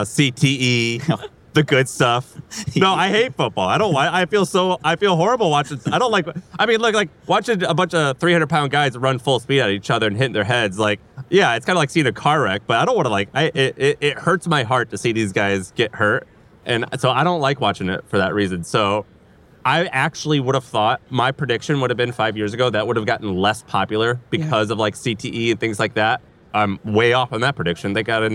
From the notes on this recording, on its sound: Recorded in front of a live audience at Inbound in Boston.